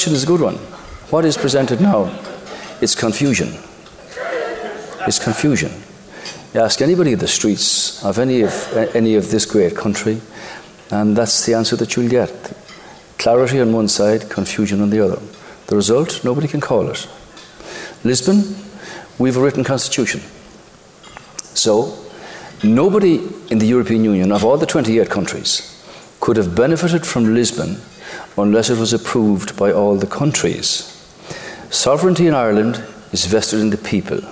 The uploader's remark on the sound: Live from The Savoy Hotel in London